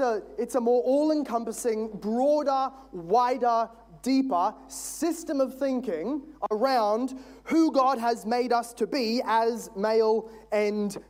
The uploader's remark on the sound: This is from session seven of our Stand Firm Conference in 2022.